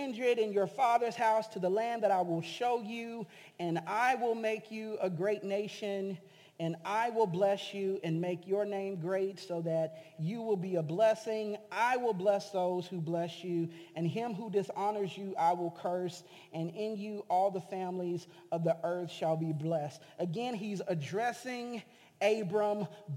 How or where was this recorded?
large echoing room